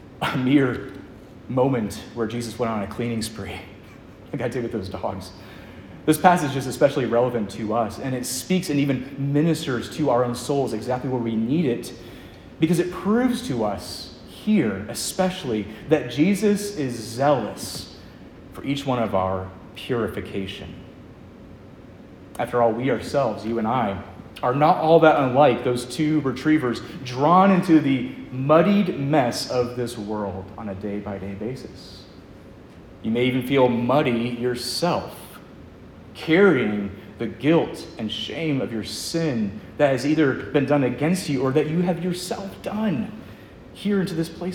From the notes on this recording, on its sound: Preached at Edgemont, ARP in Covington, VA.